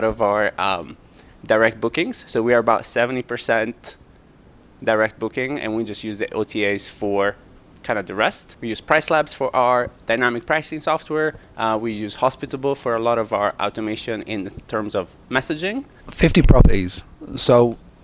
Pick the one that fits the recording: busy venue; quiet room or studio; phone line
busy venue